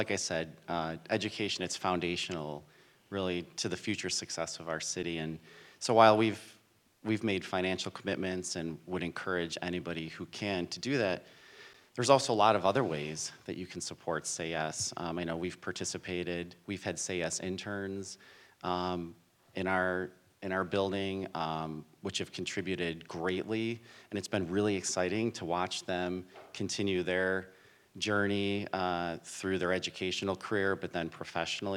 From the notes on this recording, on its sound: LIVE from the 2023 Say Yes Forever Fall Breakfast. For our first ever live podcast. At our annual Say Yes Forever Fall Breakfast.